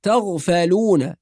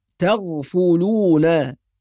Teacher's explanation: بعض الناس يقرأ تغفلون بفتح الفاء، والصواب تغفلون بضم الفاء · Shown in: second take